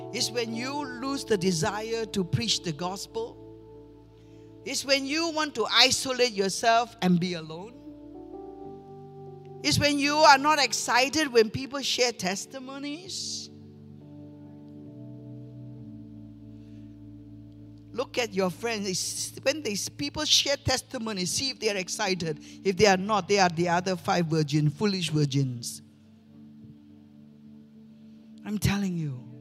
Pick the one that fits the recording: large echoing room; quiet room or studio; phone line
large echoing room